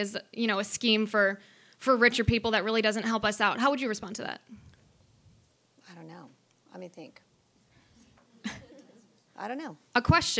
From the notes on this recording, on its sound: Her remarks were recorded at our 2019 Western Women's Summit hosted by the CBL Center for Conservative Women in Santa Barbara CA on April 5, 2019.